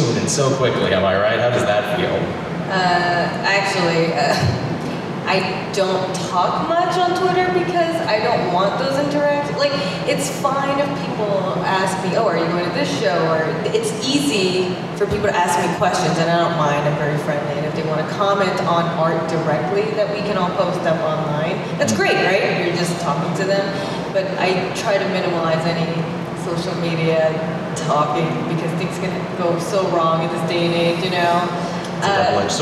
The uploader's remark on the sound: London Comic Con 2018 Panel